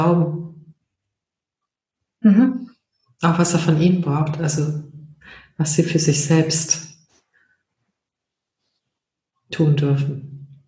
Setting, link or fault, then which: link, video call